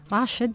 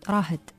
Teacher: عندنا بعد الشين في حد من المناطق يتحول هاء · Shown in: second take · راشد ما يزقرون راشد، راهد.